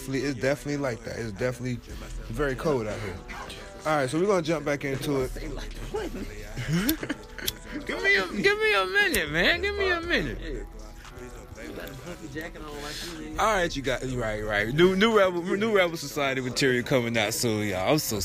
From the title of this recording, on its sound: car ride and outside discussion